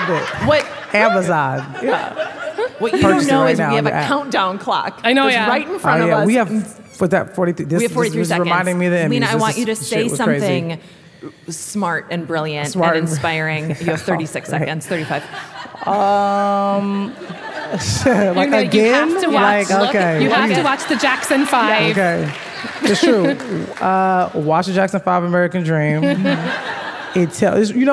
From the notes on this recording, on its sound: Werk It: The Podcast is a compilation of some of the best moments from the live event.